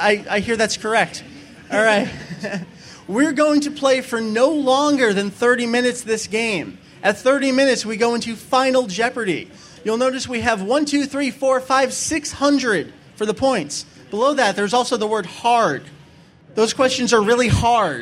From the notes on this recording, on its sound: Record live at AnimeNEXT 2007! The DBZ Variety Hour was an hour-long panel filled with gameshow goodness, questions, prizes galore, and lots of fun fandom reminiscing from the participants.